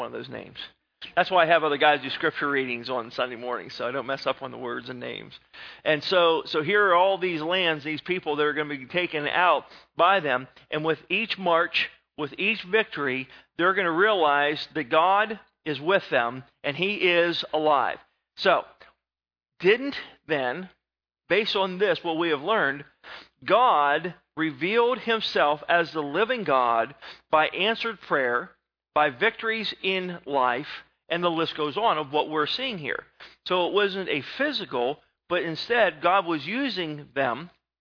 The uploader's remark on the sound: Sermon was recorded November 02, 2011 at Northside Baptist Church of Elkhart, Indiana